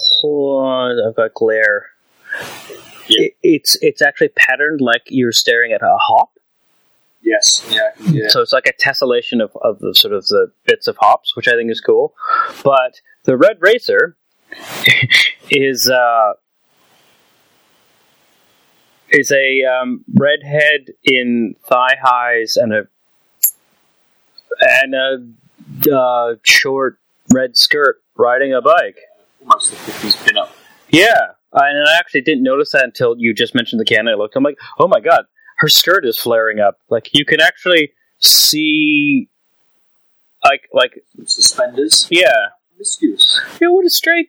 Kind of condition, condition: fault, poor sound quality